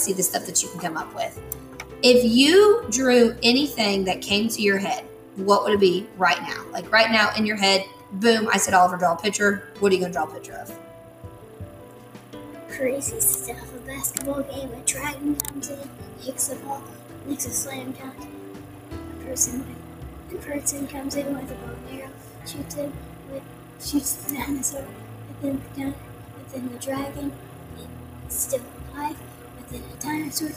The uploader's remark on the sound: I apologize for the loud noise in the background. I think we have it figured out, so it will hopefully be fixed tomorrow.